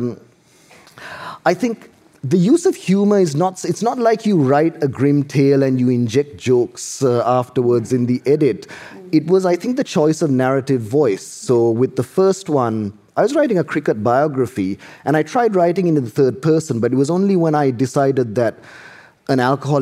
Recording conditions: live audience